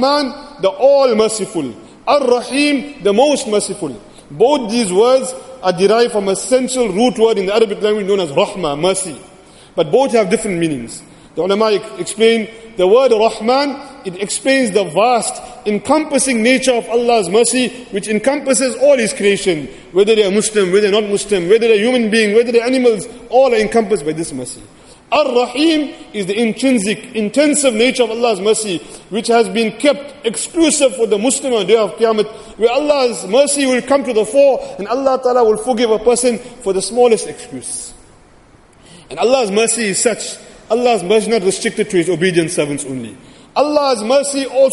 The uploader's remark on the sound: Jumuah lecture